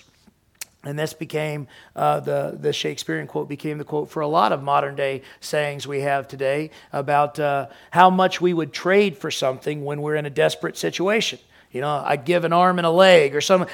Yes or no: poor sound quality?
no